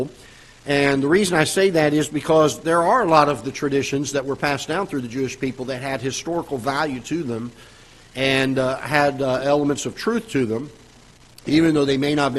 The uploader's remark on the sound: Ketha Heights Baptist Church ~ Live Broadcast